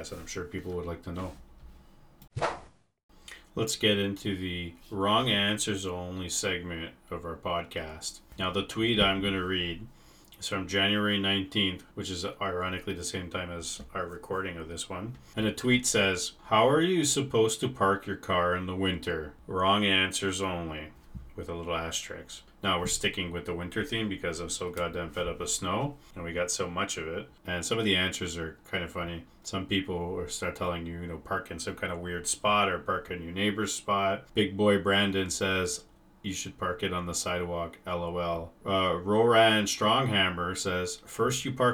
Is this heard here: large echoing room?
no